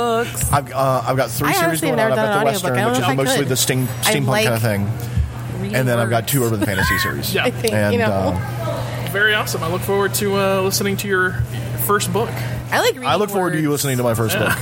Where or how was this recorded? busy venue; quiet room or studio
busy venue